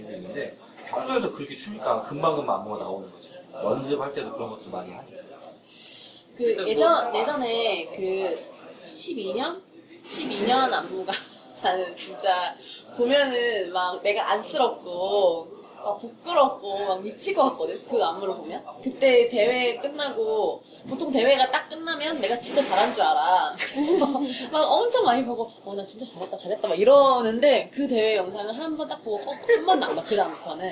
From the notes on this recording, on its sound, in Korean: (무편집) 양꼬치집 공연 수다. 2화 뒤풀이에서 있었던 공연 관련한 수다 녹음했던 게 아까워서 올려봅니다.